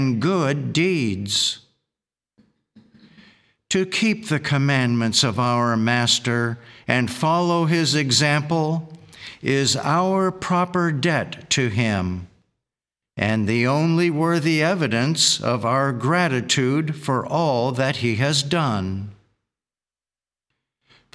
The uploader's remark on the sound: The Sunday service audio